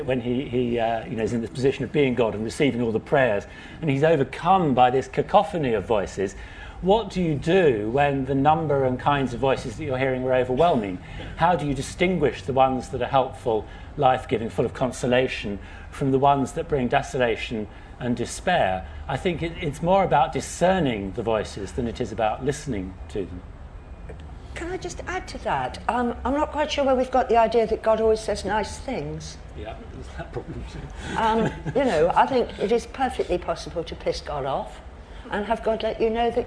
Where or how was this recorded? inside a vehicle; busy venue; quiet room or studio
busy venue